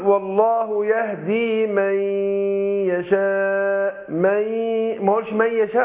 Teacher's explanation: ناخد بالنا برضو من الغنة، أقول والله يهدي من يشاء على طول. النون هنا تدغم في الياء إدغام بغنة، مع الغنة يعني حركتين، احنا قلنا مقدار الغنة حركتين.